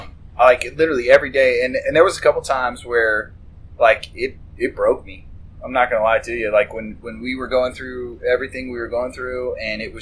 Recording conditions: poor sound quality